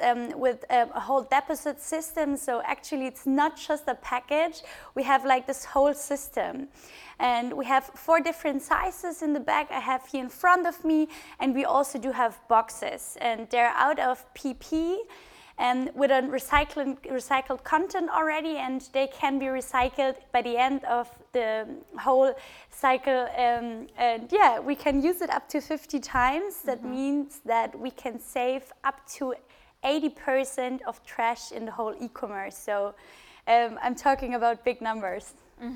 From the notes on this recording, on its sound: Together with “HubSpot for Startups” and Forbes, Listen&Grow hosted a live podcast festival in Berlin.